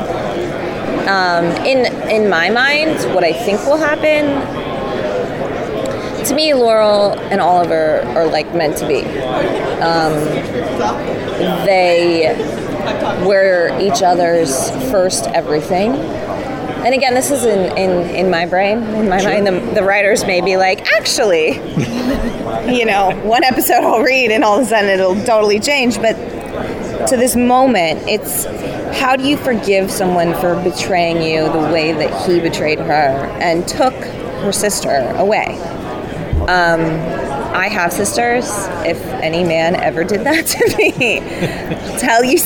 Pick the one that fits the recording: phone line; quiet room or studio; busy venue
busy venue